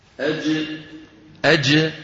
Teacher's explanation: مخرج الجيم وسط اللسان يقرع مخرج الجيم ولكن البعد بين الفكين لا يتغير.